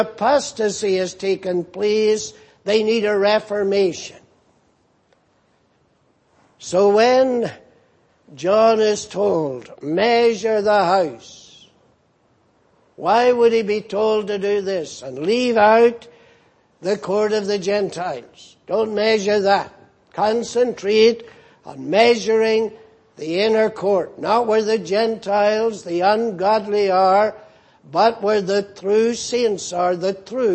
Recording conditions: large echoing room